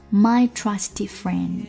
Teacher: 爆破音的后面跟着一个摩擦音 F,那么这个的会失去爆破